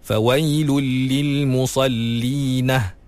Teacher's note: Dia tambah ha di akhir ayat tu.